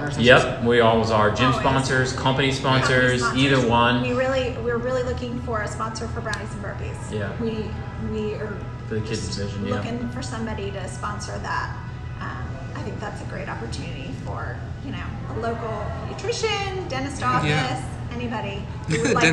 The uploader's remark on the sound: go on location at NoDa Brewing Company